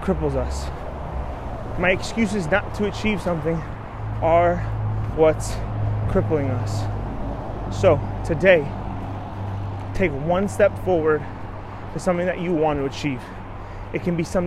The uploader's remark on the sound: Recorded This Podcast On A Run. Recorded this podcast while on a morning run.